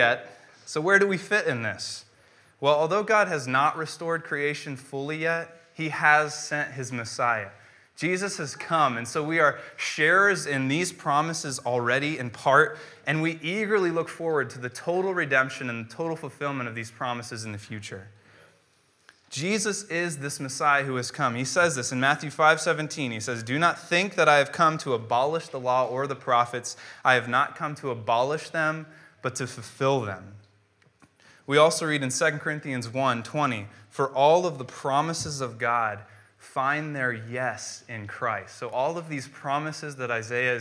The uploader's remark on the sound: preached on January 10th, 2015 at Veritas East